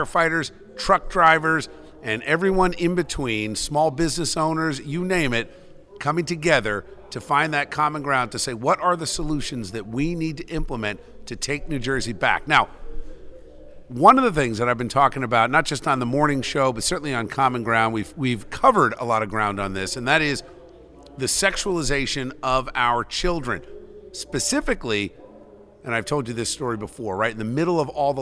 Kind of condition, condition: setting, busy venue